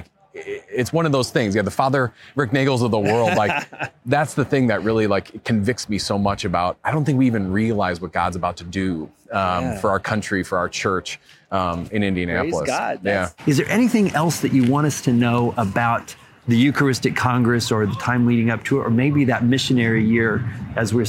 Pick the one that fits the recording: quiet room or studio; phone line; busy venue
busy venue